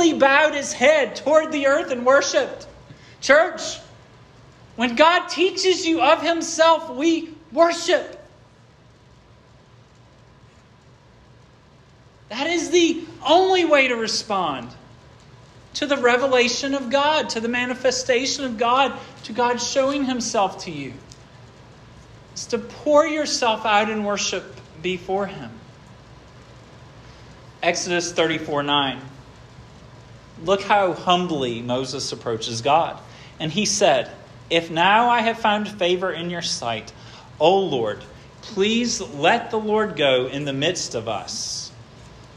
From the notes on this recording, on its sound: This sermon was preached at Hope Fellowship